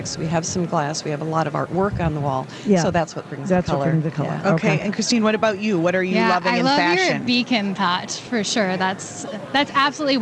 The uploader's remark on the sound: Live at the American Craft Council show